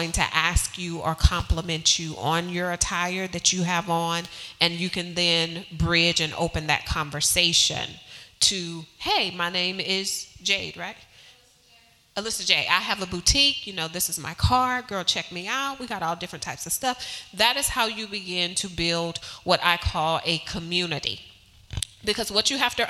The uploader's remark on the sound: This episode was recorded with a live audience at NC Nonprofit, Real Glow Getters' Glow Get It Festival in Greensboro, NC.